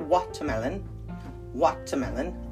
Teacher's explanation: Some people pronounce it watermelon, watermelon, emphasis on the wa. And in the United States, we call it watermelon.